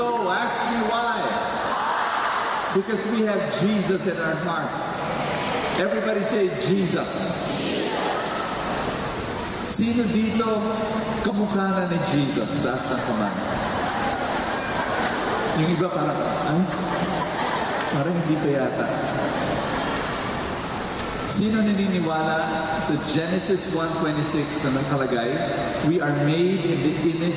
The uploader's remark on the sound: This talk was recorded from Rizal Grand Feast 2016